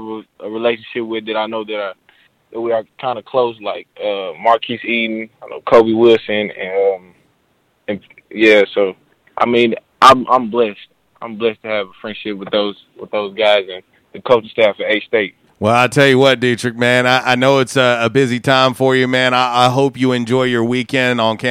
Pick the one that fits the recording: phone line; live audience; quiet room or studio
phone line